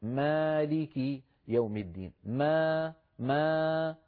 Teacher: فلما خرجت الميم مرققة خرجت الألف مرققة